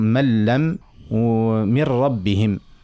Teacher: فما اللام والراء اللي هما إدغام من غير غنة، يعني إدغام تام